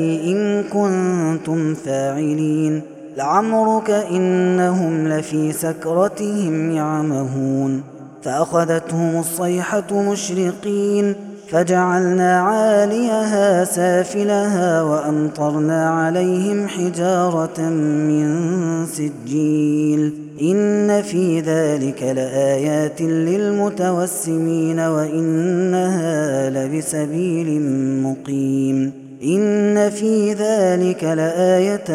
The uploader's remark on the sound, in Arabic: هذا التسجيل من صلاة التراويح